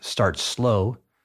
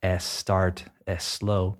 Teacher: If you want to stop adding that eh sound before the s · Shown in: second take · you're going to have to practice linking words together, and you'll also have to slow things down.